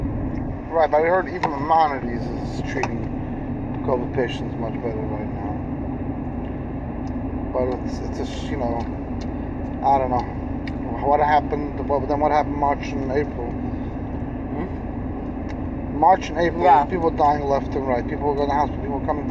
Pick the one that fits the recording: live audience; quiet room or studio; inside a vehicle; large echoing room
inside a vehicle